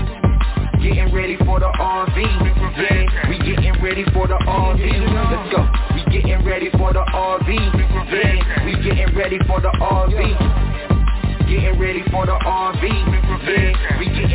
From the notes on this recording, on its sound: TNTSuperfantastic Conference Call